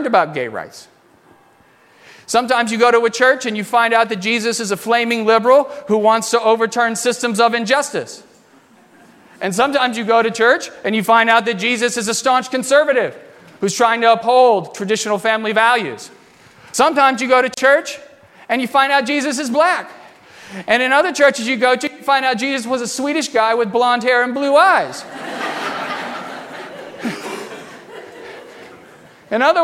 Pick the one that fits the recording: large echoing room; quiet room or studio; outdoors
large echoing room